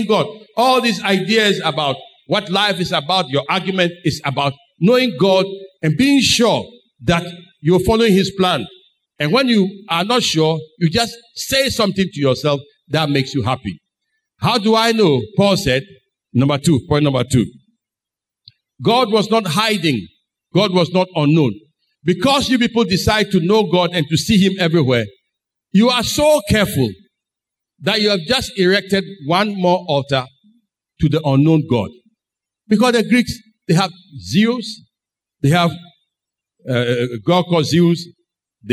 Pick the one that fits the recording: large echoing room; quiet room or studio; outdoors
large echoing room